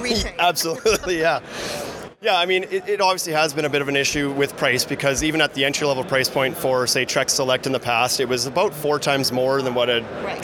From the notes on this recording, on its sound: Live from IBS 2019 in Las Vegas